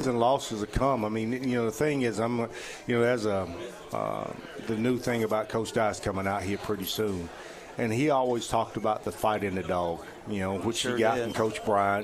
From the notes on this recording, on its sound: Chappy's Deli at Peppertree hosted the Saturday morning show for the first time.